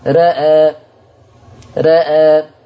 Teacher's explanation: قرأ ورش بتقليل الراء والهمزة